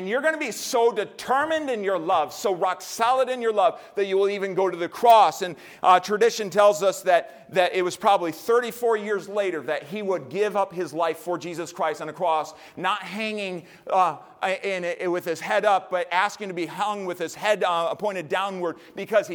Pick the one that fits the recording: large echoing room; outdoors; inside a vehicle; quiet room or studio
large echoing room